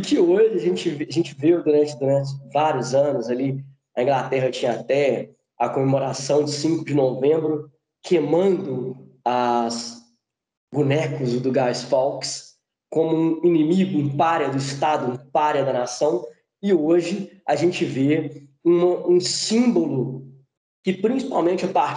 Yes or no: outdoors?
no